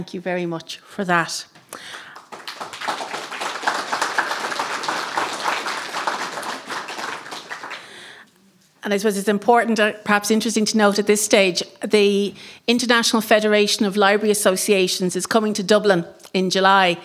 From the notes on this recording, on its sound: Arlen House Book Launch. Recording from Friday 8 April; a bumper book launch celebrating the release of 5 new exciting titles from Arlen House.